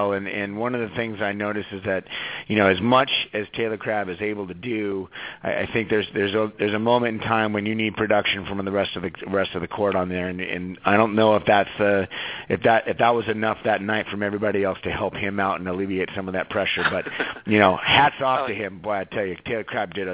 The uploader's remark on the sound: checked in, by phone, for a few minutes